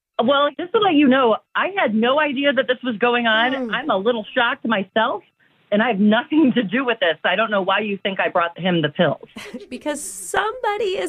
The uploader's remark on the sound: Phone Tap.